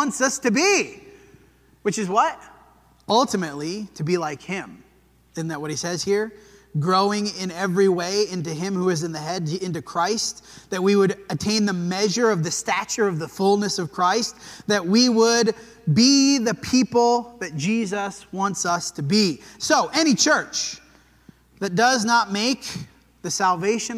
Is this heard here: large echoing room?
yes